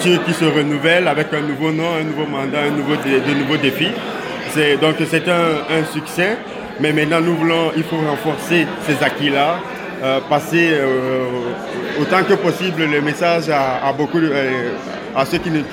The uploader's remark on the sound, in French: Ambiance Festive au Congrès de l'AFO. A vu rassembler des délégués et membres venus des quatre coins de la province.